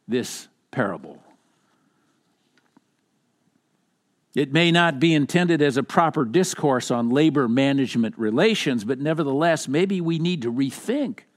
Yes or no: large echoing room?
yes